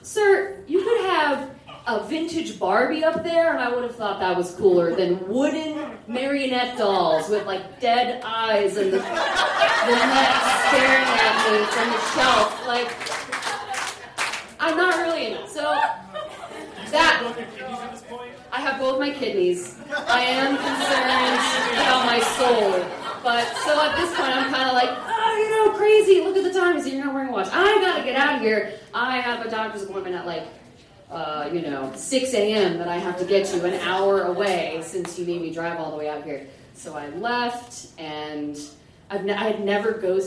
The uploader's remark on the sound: Goes south is a live storytelling event out of Charlotte, NC. This podcast combines audio recordings from these live events to share with you! Goes south live events take place on the 3rd Tuesday of the month at Petra's in Historic Plaza-Midwood, Charlotte, NC.